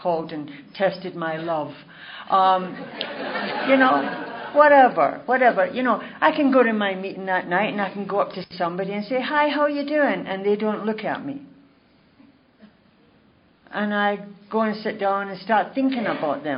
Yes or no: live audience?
yes